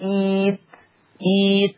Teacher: ابدال الهمز الساكن ياء مادية لان الهمزة الساكنة مسبوقة بهمزة وصل مكسورة